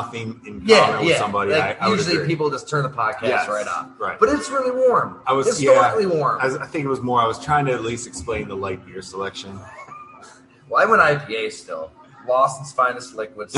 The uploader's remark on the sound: Live at Fattey Beer Company, we try to make sense of a bonkers season.